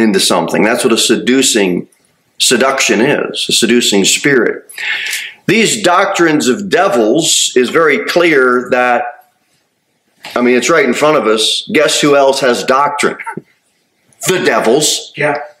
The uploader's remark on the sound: Sermon delivered at Pilgrim Baptist Church on Thursday, November 16, 2023, at 6-15 pm. Cookeville, TN 38501.